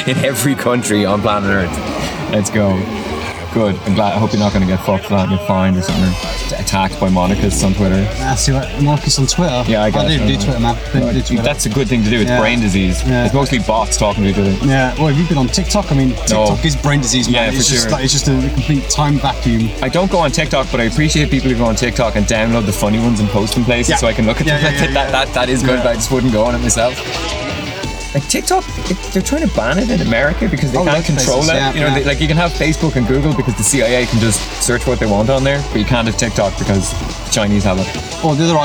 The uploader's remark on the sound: Recorded in the back of my car at Bang Face